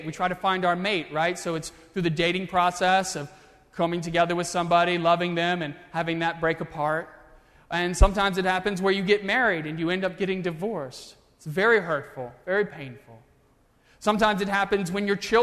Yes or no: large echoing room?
yes